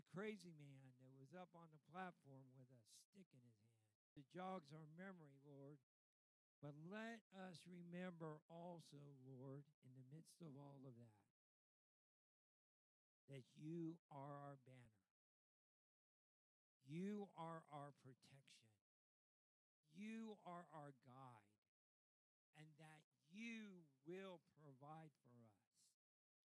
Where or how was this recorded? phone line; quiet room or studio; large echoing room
large echoing room